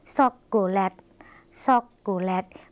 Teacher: ภาษาลาวค่ะไม่มีเสียงชอช้างนะคะ